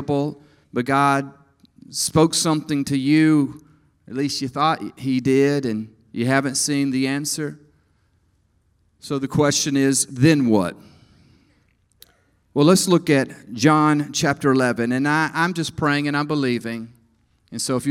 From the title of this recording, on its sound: EQUIP Conference 2022 – Main Session 1